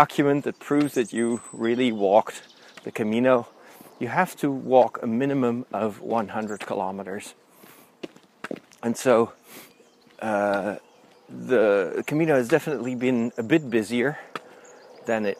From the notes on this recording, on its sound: In this special second episode recorded while walking the Camino.